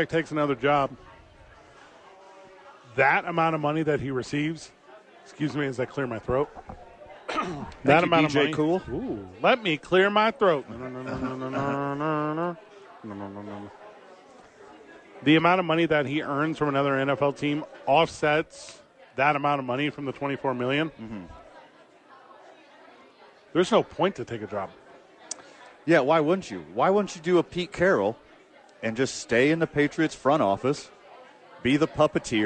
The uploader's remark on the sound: Thursday night at Sadies without football. Live from Sadies.